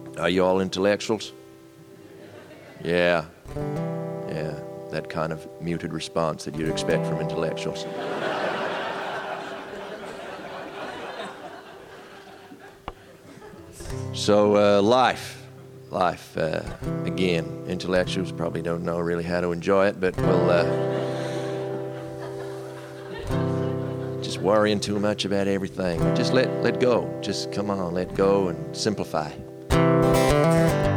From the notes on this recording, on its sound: Edinburgh festival podcast: The Guardian Live at the Gilded Balloon. Live on stage.